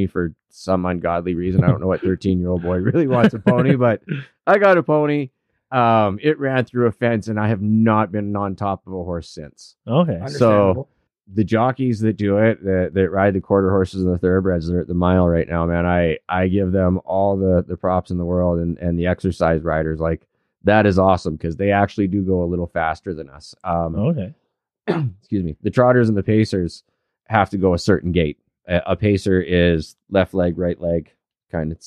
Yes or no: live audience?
no